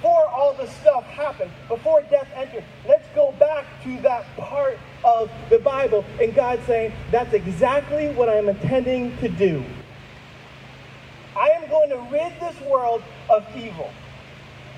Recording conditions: poor sound quality